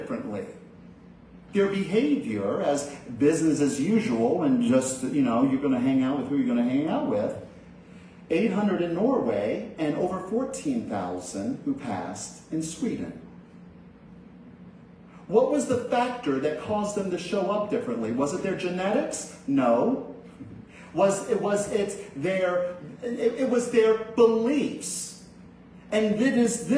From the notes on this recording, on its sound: This message was delivered at Concordia Center for Spiritual Living in Rhode Island